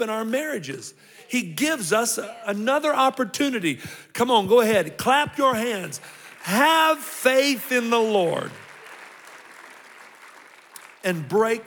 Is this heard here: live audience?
yes